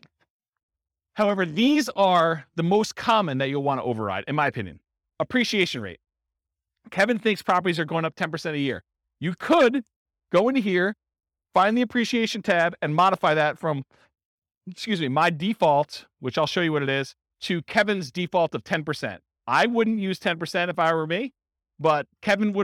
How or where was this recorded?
live audience